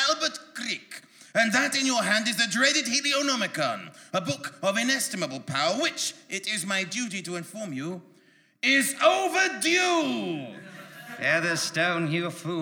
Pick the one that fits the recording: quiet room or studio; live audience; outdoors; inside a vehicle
live audience